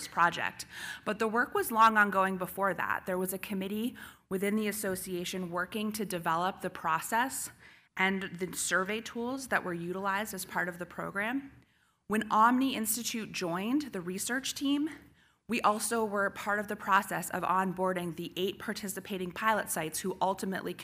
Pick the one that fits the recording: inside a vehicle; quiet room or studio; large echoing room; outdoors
large echoing room